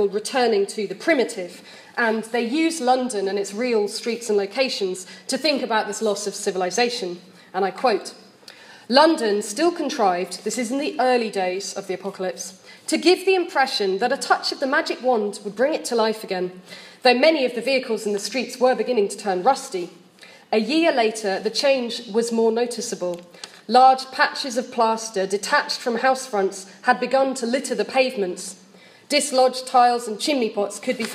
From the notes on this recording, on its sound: Deliver one of the plenary addresses at the London Literary Society&#39;s annual conference in July 2017. Deliver one of the plenary addresses at the London Literary Society's annual conference in July 2017. Held at the Institute of English Studies, Senate House, University of London.